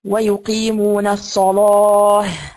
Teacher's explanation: ورش بتغليظ اللام لمناسبة حرف الاستعلاء